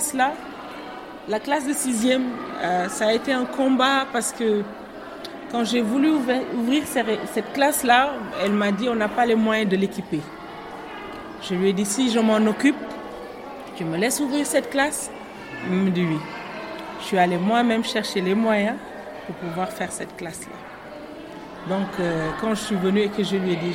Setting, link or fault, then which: setting, outdoors